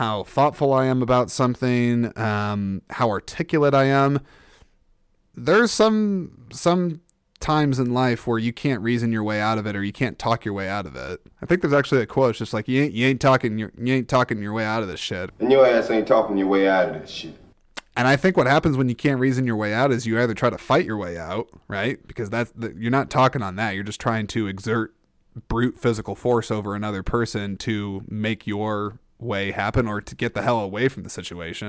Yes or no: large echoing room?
no